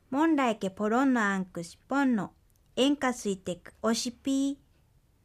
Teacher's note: 文末のイントネーションはやや強く高めに発音されます